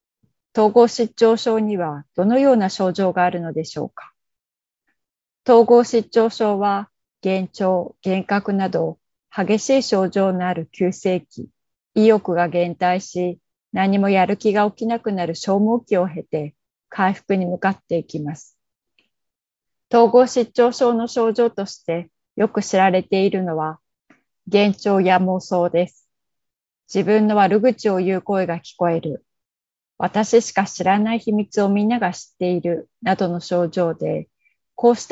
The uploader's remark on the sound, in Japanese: Zoomで開催、カメラオフ可です。